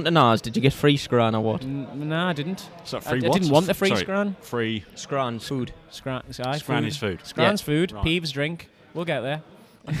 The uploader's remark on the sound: Recorded at the Snooker Shoot Out in Watford.